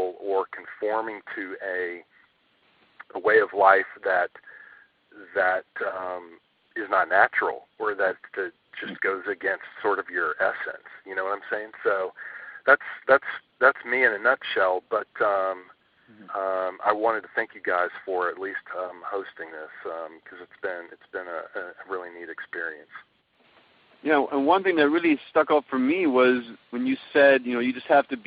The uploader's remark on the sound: On this recording of our August 3, 2010, teleseminar